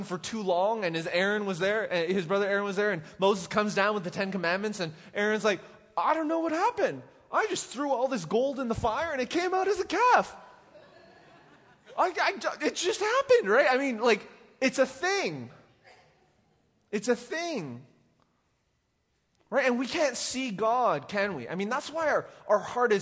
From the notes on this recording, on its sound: Recorded live at The Fellowship at Two Rivers